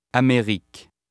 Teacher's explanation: Most syllables have equal stress, with the final syllable slightly emphasized, and all vowels except e muet are always pronounced with their full value.